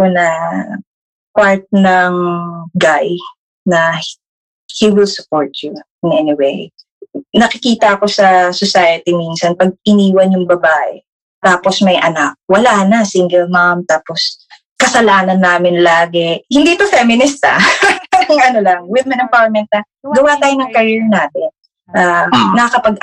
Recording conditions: poor sound quality